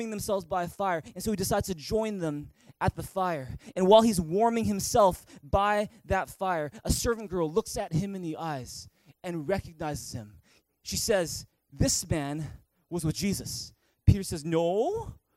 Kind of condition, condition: setting, large echoing room